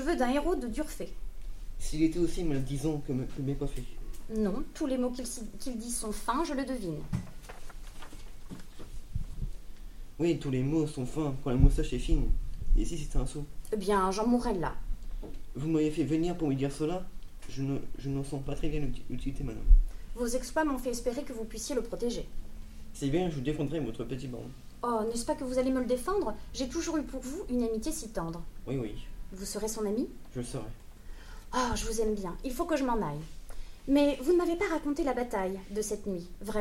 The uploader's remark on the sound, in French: Captation sonore de la représentation théâtrale des 4A.